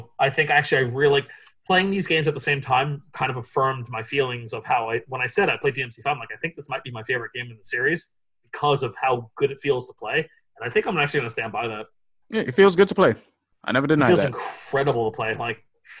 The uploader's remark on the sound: We're in the middle of lockdown central. This is the audio recorded from a video session we did, so you'll hear references to visual stuff.